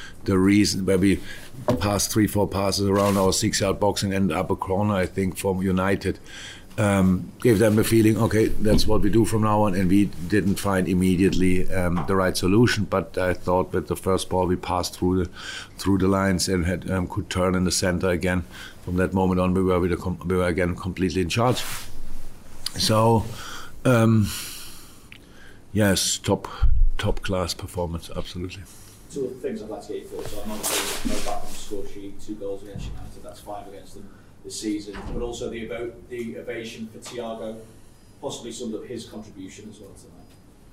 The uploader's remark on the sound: Post-Match Press Conference